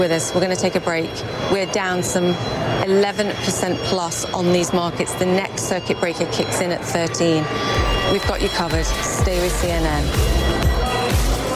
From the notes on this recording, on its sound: live from the New York Stock Exchange